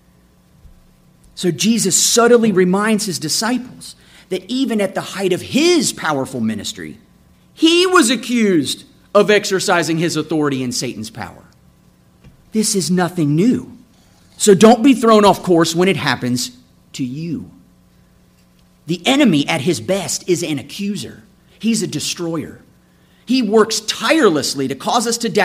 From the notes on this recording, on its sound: This episode is a sermon I preached June 25, 2017